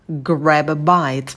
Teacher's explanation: В слове grab у нас будет широкий звук «э», а звук лягушка, держим оскал, челюсть роняем вниз.